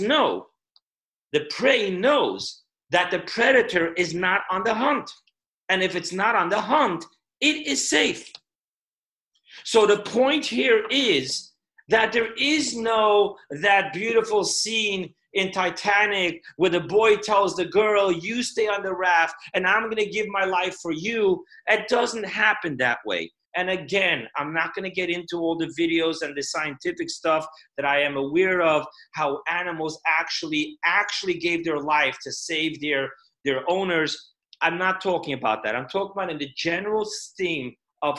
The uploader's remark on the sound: Zoom Parsha Class.